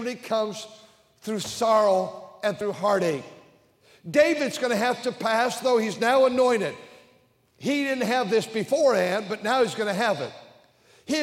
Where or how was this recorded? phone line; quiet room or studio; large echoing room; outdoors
large echoing room